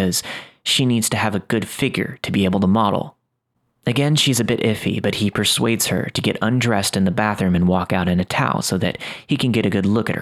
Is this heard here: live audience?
no